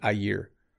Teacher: So there's no N, there's no little tiny N sound when I say a year